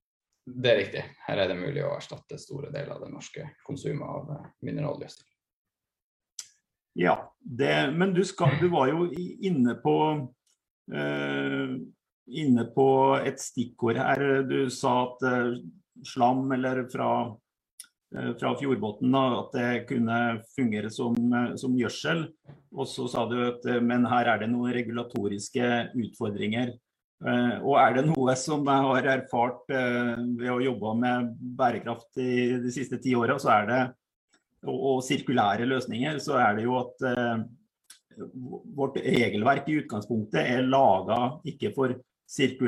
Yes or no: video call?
yes